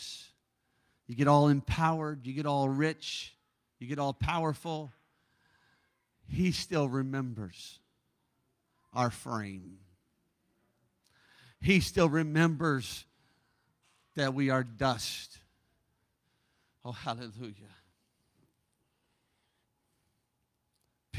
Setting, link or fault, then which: setting, large echoing room